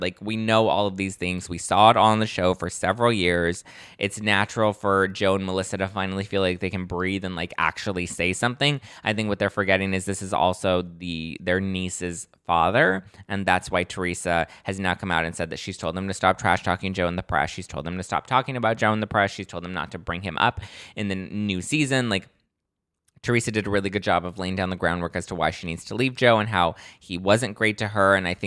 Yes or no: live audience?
no